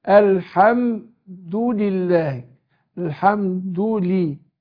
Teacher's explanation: احقق الهمزه في اول الكلام، اقول ال واظهر اللام من الحاء